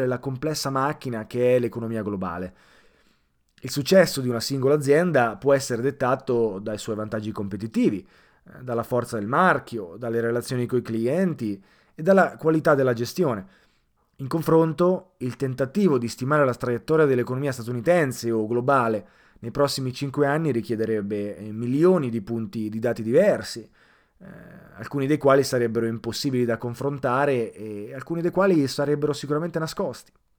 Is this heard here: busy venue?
no